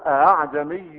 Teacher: تسهيلها يعني تصير حرفا جديدا، حرف وسط، لا هو همزة ولا هو ألف · Term: تسهيل الهمزة الثانية